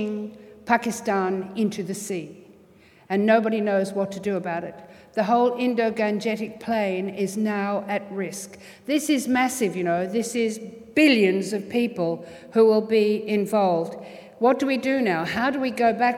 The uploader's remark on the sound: THIS SYDNEY IDEAS LECTURE TOOK PLACE AT THE UNIVERSITY OF SYDNEY ON 27 October, 2013.